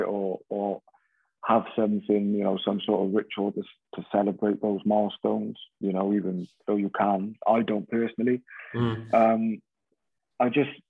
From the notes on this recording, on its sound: We caught up with him over zoom at home.